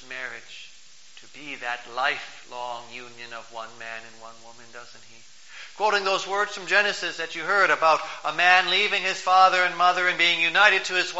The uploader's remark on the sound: Preached on October 14, 2012, for the Twentieth Sunday after Pentecost, at St. John's Ev.